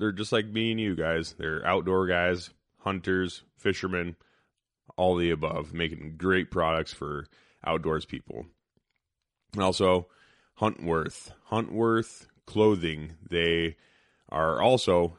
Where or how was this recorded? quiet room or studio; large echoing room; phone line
quiet room or studio